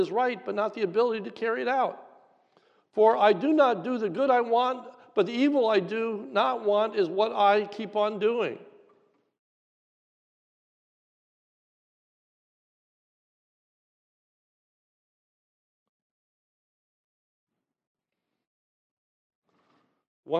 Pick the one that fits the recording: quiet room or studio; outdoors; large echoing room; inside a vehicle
large echoing room